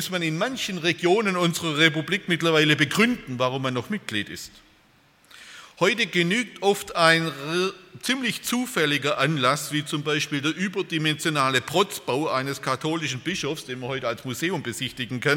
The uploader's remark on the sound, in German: bei einer Veranstaltung der Liebenzeller Mission